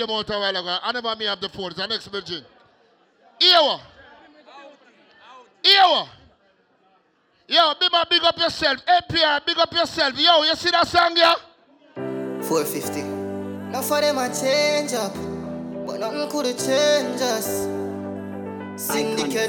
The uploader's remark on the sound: LIVE AT GOVERNMENT BIMMA PARTY 26TH DEC 2021